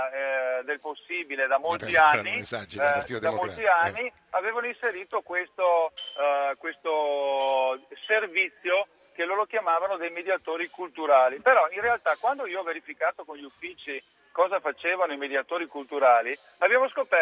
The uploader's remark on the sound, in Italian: in diretta dal Centro Baobab di Roma